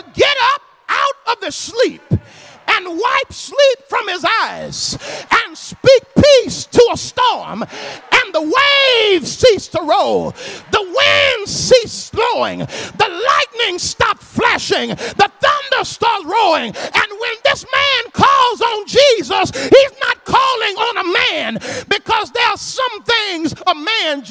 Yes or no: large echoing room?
yes